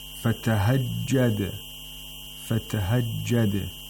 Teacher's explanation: Fatahajjad, the dal has qalqala. We have to make sure that the sound of the dal is heard by making it bounce off from its place of articulation.